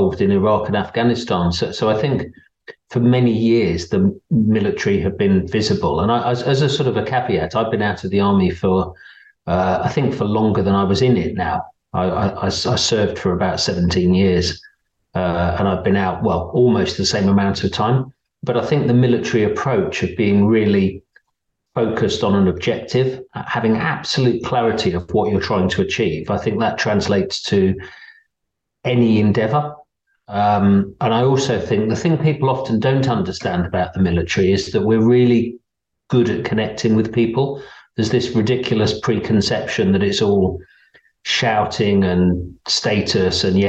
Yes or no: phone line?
no